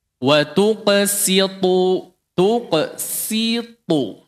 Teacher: Sin, di sini sin, bukan sad, ya. Tuqsi, ini huruf sin diapit dua huruf tebal. Makanya cukup rawan dia menjadi sad, atau jadi tebal.